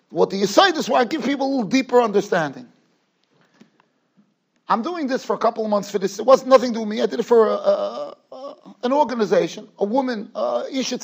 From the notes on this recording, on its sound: Shiur recorded in Yeshivas Ohr Reuven, Monsey, NY.